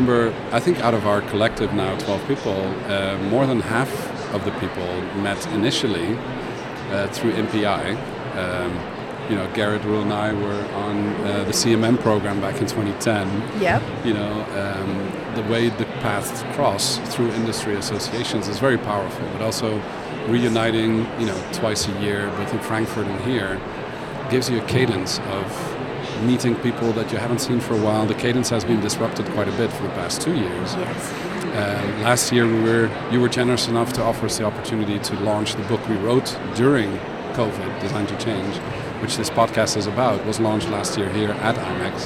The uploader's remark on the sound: Live from #IMEXAmerica